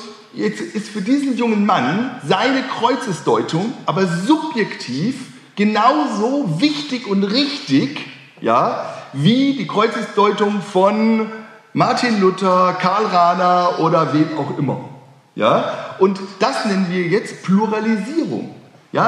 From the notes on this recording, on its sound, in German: Öffentlichen Vortrag. Hatte das Theologische Forschungskolleg der Universität Erfurt.